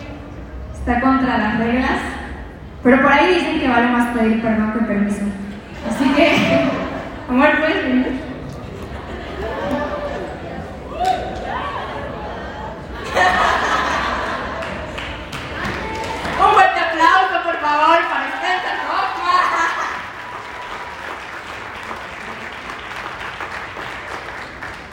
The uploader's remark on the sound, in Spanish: En este episodio te comparto la grabación de mi conferencia.